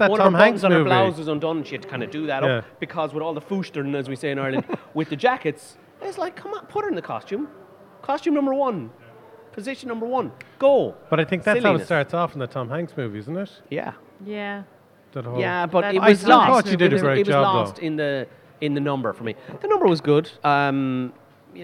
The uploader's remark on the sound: Recorded at Eye Cinema Galway.